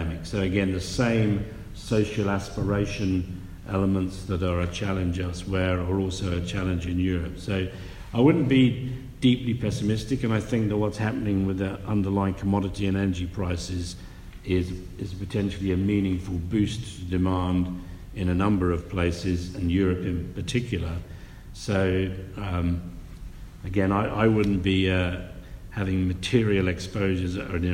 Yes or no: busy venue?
yes